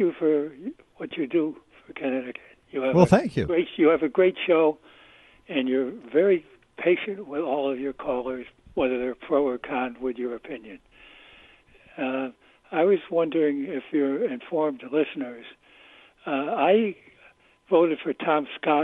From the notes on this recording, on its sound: Take phone calls.